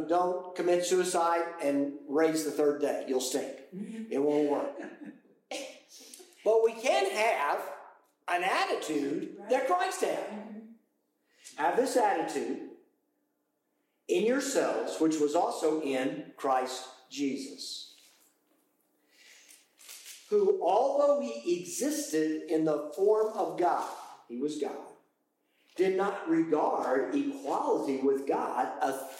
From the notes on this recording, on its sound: Apologies for the poor audio quality due to a technical issue.